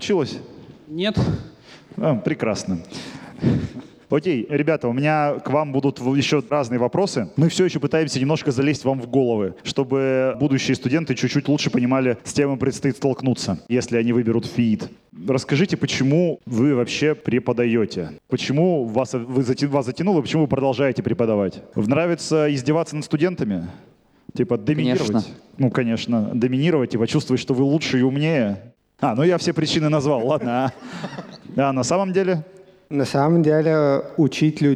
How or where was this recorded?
live audience